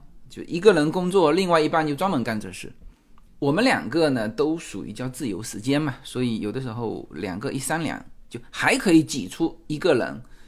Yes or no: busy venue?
no